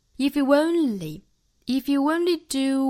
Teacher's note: 这个 you 和 only 连读加 wa